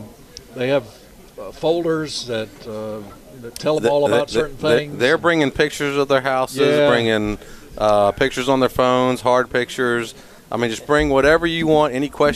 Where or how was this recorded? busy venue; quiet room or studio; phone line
busy venue